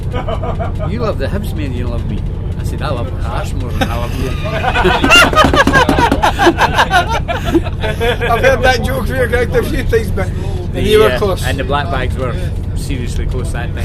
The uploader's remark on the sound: The Kickabout Pub Chat en route to Doncaster Races. Set off for Doncaster Races in a mini-bus. Was given a recording device to capture a bit of Pub Chat.